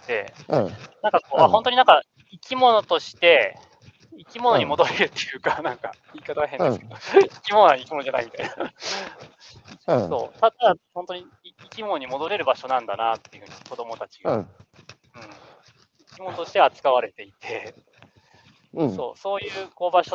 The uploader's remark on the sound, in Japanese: 歩きながら1時間、対談する